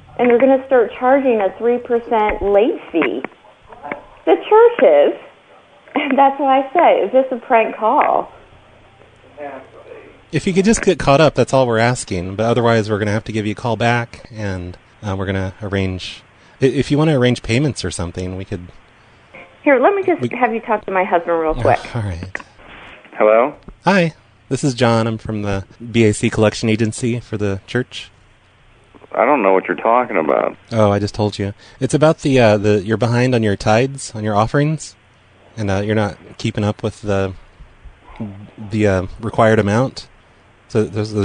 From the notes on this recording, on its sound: Prank Phone Calls